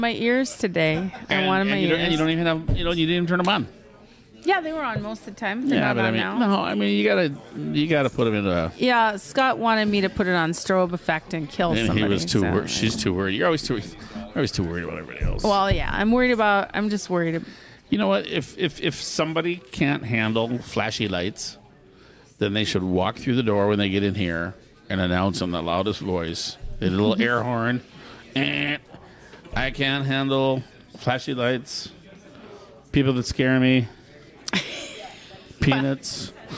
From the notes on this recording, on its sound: Live Broadcast - Bismarck Mini-Con. In our first live broadcast.